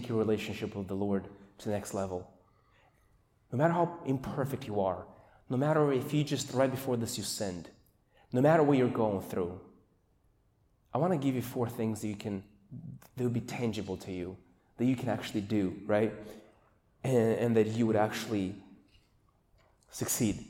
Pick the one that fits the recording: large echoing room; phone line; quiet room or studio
large echoing room